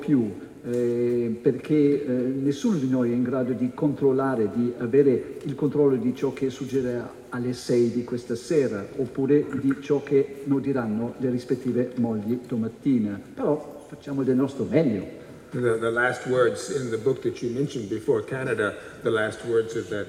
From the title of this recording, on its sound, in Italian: al Festivaletteratura 2015